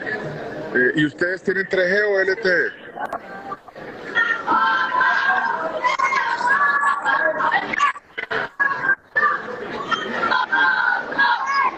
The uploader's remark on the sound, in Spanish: Transmisión de La Tribu en vivo desde el Hotel Real Intercontinental, sede del Inter de Miami